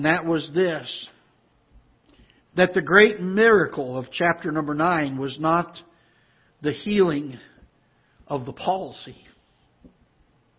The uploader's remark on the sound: Ketha Heights Baptist Church ~ Live Broadcast